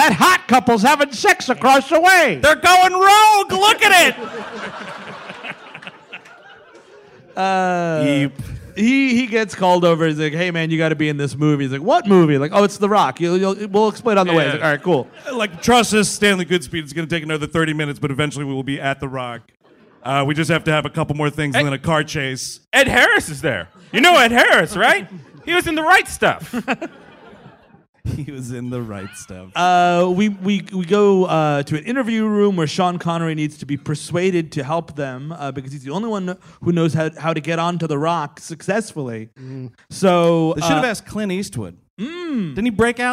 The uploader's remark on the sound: (Live in San Francisco). The gang is live from Cobb's in San Francisco.